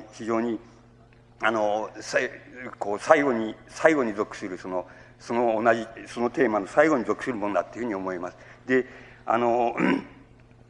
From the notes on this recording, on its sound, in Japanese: 音質：５。主催：日本近代文学館 後援・読売新聞社 場所：有楽町・よみうりホール。近代文学館・夏の文学教室 として行われた講演。音源は主催者提供。ライン録音。